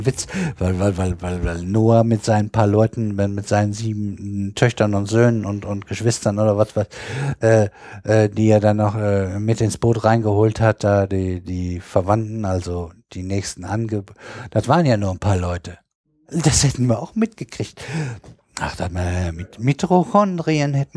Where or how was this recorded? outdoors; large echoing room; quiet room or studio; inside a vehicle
quiet room or studio